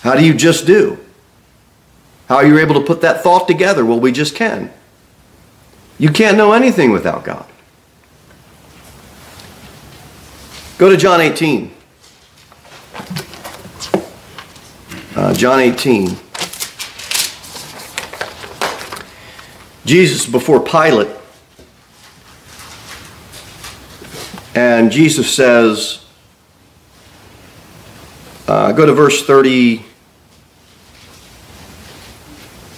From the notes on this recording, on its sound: Sermon delivered at Pilgrim Baptist Church on Sunday, December 24, 2023, at 2-15 pm. Cookeville, TN 38501.